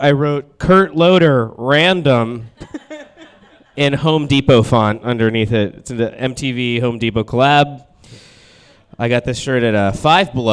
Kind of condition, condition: setting, live audience